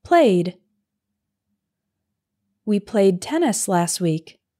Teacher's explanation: the ed ending is pronounced like a d, d, with no extra syllable